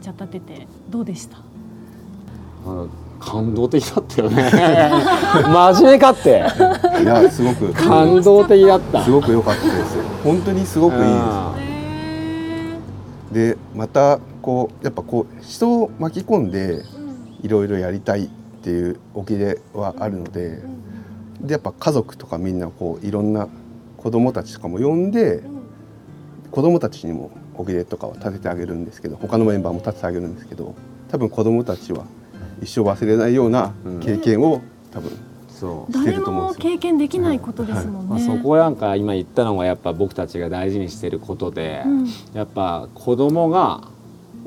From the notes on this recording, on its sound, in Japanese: ご自宅のお庭で収録させて頂きました。